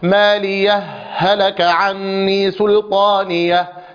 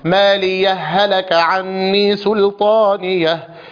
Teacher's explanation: فصلت ما بين الهائين بسكتة يسيرة · Shown in: first take · مالية هلك عني سلطانية، هكذا بدون نفس بينهما، والسكت يوجب الإظهار.